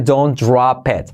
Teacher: Y la T se omite